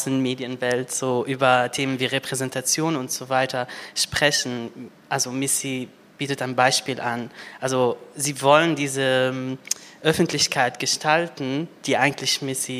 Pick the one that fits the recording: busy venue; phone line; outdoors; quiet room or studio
busy venue